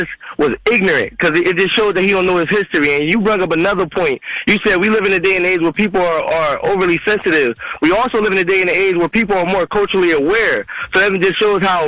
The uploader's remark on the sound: we opened up the phone line